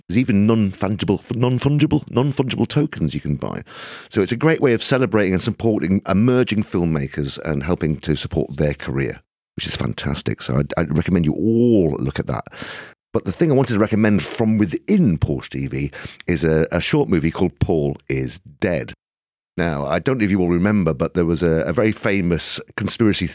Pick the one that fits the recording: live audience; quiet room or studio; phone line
quiet room or studio